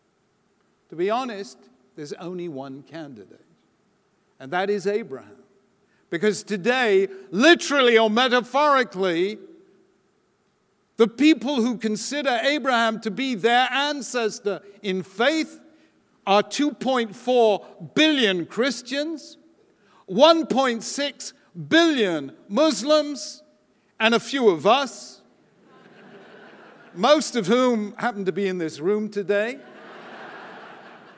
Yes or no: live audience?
yes